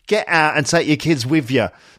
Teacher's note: With, not with TH, but with, like with a V sound. · Term: Cockney accent